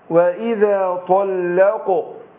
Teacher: طيب، ما أقول وإذا طلق، عندنا هنا حرف اللام وهو حرف مستفل، حرف مرقق وقع بين مفخمين